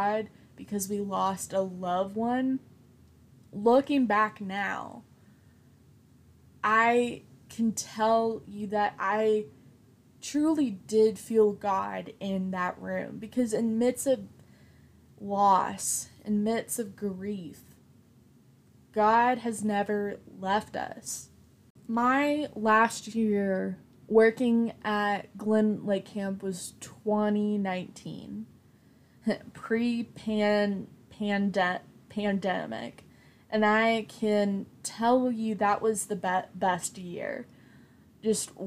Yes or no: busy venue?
no